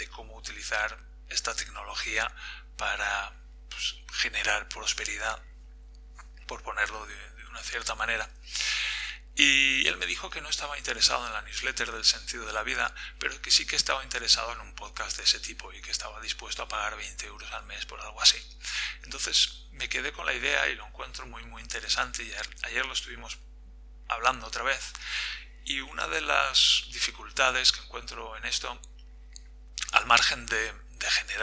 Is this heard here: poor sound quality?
yes